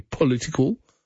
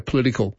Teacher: I say political. Yeah, I probably do eliminate the O there. · Shown in: second take